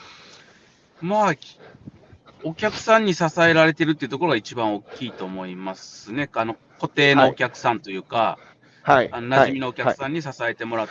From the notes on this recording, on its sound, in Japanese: 歩きながら1時間、対談する